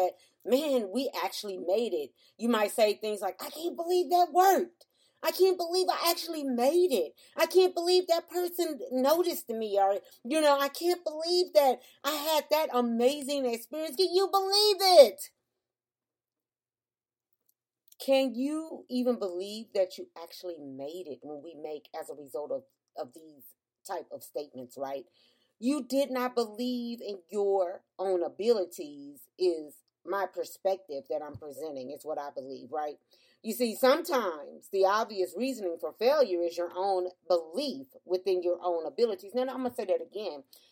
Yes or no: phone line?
no